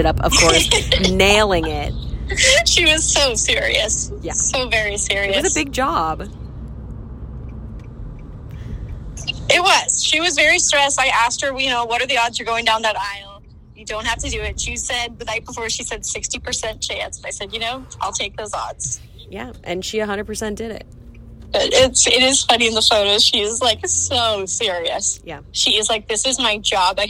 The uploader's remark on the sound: coordinated several cell phones & a computer to do a joint call together